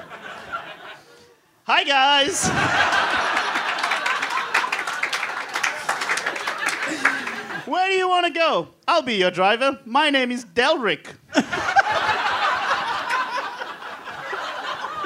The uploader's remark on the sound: Recorded LIVE in Sydney on Sunday, November 22 at The Roxbury Hotel.